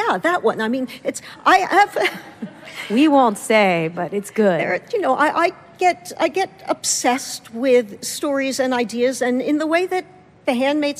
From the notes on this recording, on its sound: at the 2017 edition of Werk It, WNYC’s women-in-podcasting festival